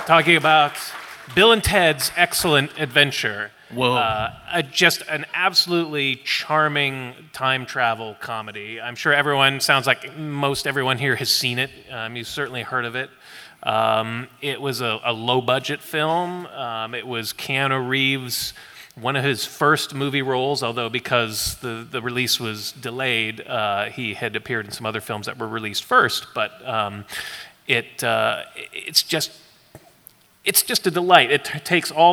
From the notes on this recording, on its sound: LIVE FROM COMIC-CON. Live at San Diego Comic-Con.